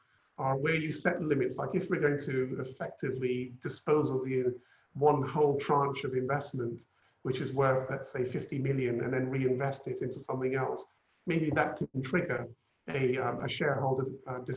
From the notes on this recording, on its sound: Webinar audio recording